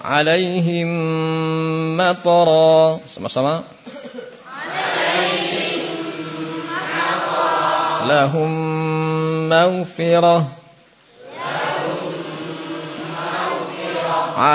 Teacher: Pada halaman 15 al-mimi itu masuknya mim sukun ke dalam mim yang berharakat. Membacanya dengan dengung sekitar dua harokat.